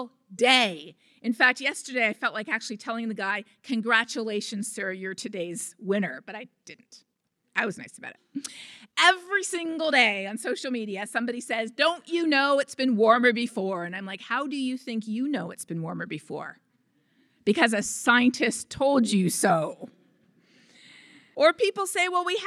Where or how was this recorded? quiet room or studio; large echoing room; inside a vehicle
large echoing room